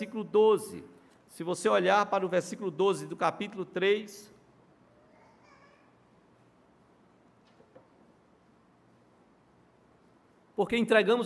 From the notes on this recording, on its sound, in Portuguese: no culto presencial e transmitido ao vivo